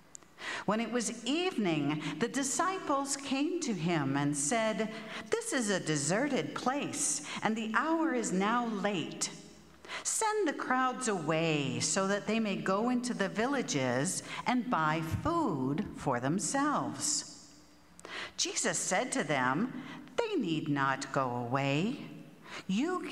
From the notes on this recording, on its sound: At Pender UMC Common Ground Contemporary Worship